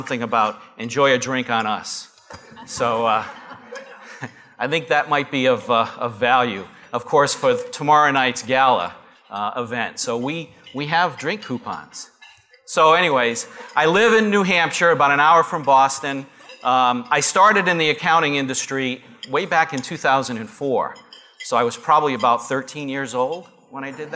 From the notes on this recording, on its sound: Live Broadcast at the The IPBC IGNITE Conference.